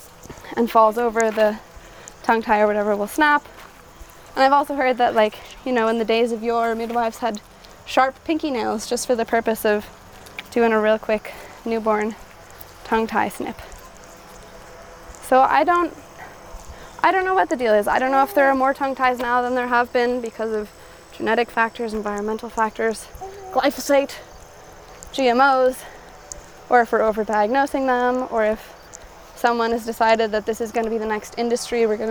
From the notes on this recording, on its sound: We were still figuring out how the mics worked while we walk in this episode, so you will hear some funny clicks.